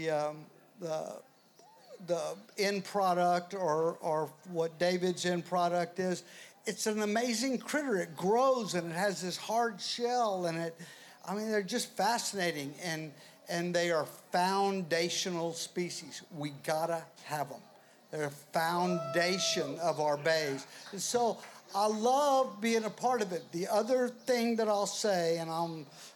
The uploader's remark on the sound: In this episode of The Gulf Stream, we took the show outdoors to record a live panel discussion during the Texas Oyster Round Up at Water Street Market.